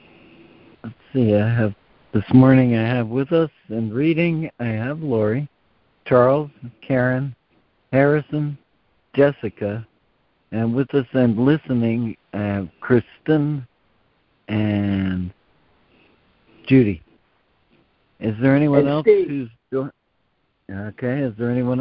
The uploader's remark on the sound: ACIM Daily Conference Call